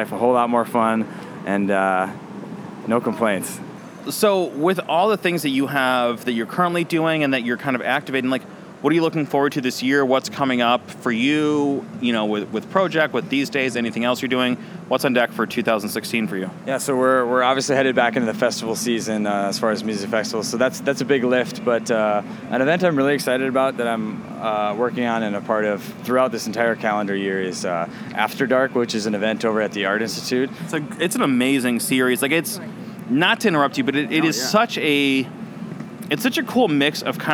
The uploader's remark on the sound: Recorded at SXSW 2016 on Monday, March 14th